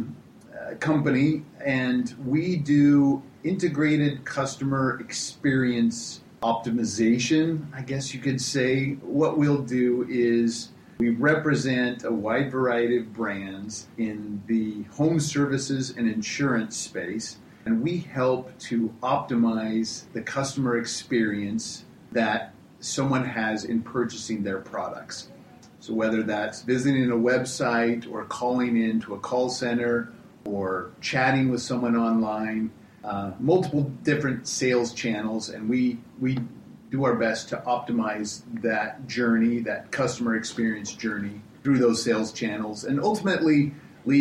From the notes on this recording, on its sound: This episode was recorded live on site at the Mob Programming conference 2018 in Boston, MA